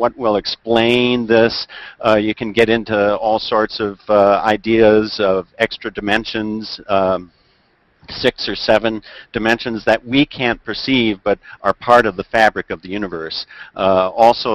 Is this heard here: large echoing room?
no